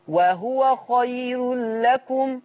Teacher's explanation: وهو خير مرققة للجميع على الوقف